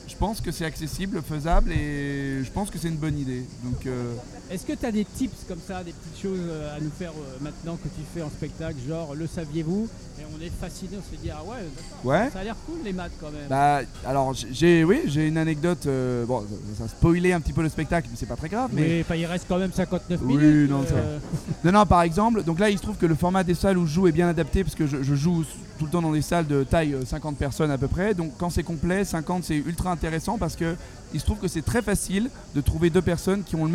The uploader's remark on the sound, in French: En direct du Festival Off d'Avignon